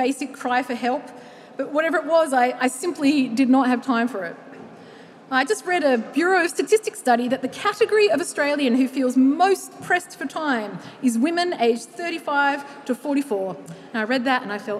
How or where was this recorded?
live audience